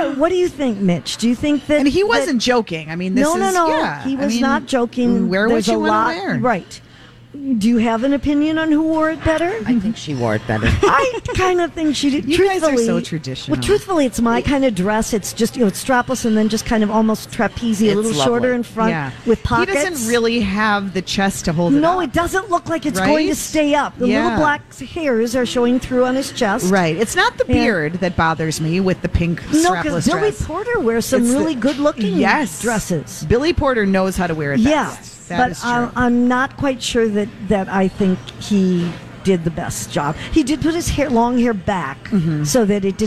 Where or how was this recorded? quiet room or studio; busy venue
busy venue